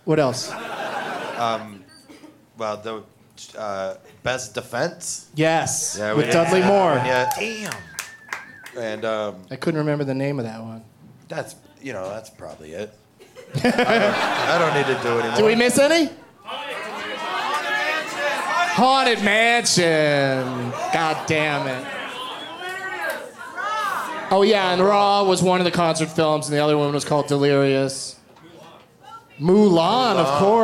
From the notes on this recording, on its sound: Live from Comedy Works in Denver.